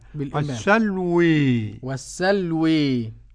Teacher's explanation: حمزة والكسائي وخلف العاشر بالإمالة